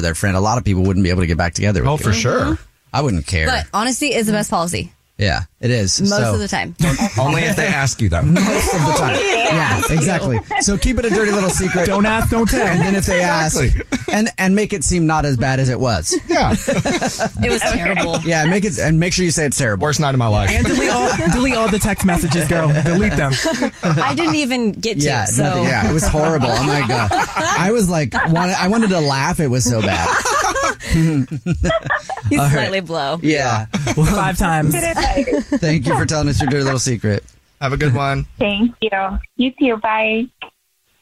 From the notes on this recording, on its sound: We have a listener on the phone.